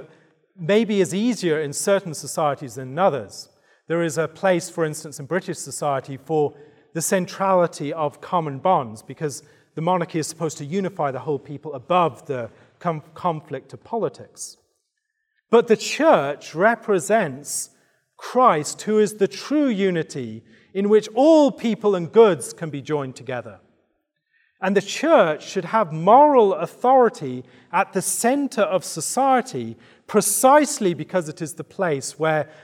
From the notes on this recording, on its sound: Given at the 2023 Theopolitan Ministry Conference.